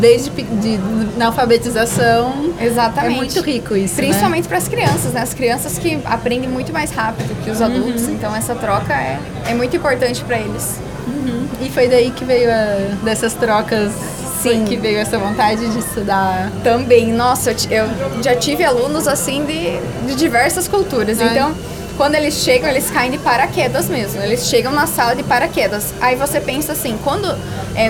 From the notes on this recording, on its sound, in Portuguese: Este podcast foi gravado no estande da Gris durante o Encontro de Land Rover que aconteceu em Foz do Iguaçu em setembro.